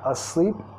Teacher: Primera sílaba reducida, segunda enfatizada.